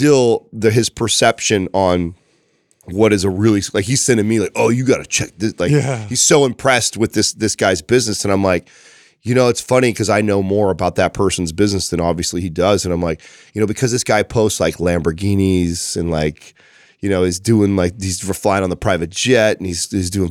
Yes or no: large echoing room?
no